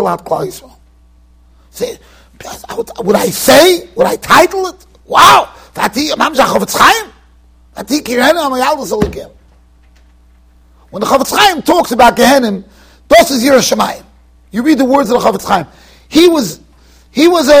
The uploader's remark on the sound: Shiur recorded in Yeshivas Ohr Reuven, Monsey NY.